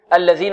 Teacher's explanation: الذال معجمة منقوطة لابد من إخراجها مخرجها طرف اللسان مع أطراف الثنايا العليا